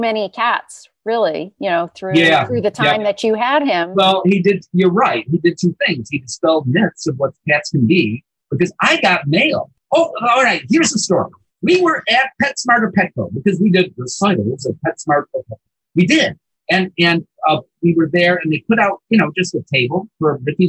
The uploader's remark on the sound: Unfortunately, some slightly dodgy audio quality. Despite the audio glitch.